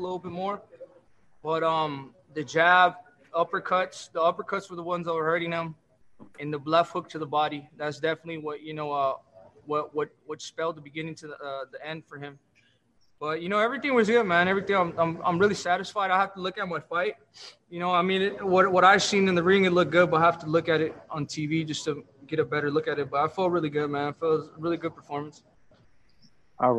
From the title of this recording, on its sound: Post Fight Media conference